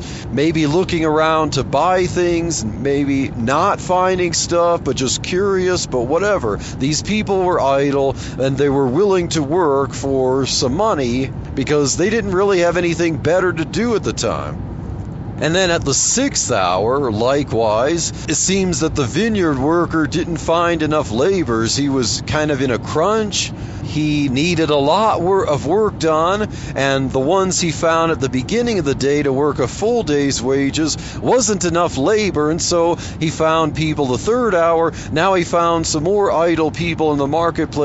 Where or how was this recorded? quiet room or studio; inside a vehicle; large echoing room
inside a vehicle